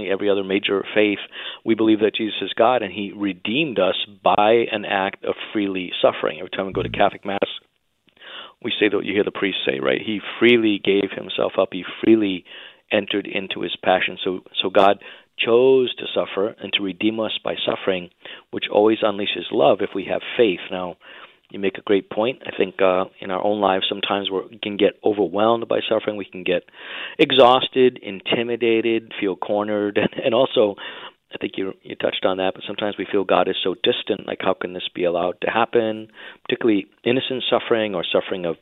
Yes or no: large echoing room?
no